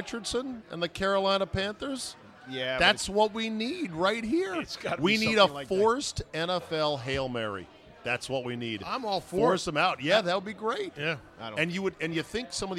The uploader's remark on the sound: Out to dinner at DC Prime in Ashburn this week. RECORDED LIVE at DC PRIME STEAKS in Ashburn VA.